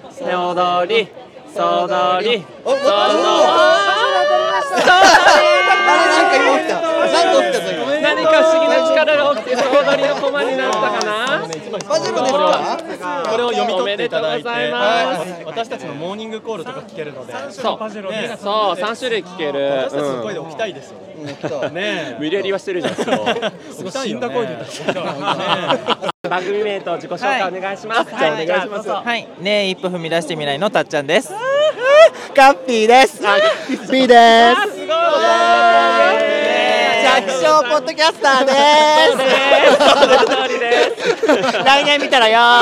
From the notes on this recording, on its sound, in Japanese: ポッドキャストウィークエンド2023当日の様子をお届け。また、ブースに来てくださったポッドキャスターの方で、収録をできた方々の声と、当日の催しの１つ「ルーレット」の模様をお届けします。